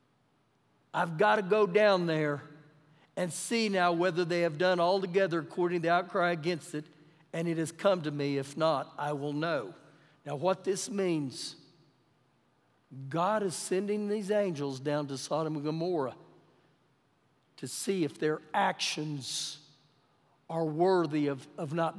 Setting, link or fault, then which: setting, large echoing room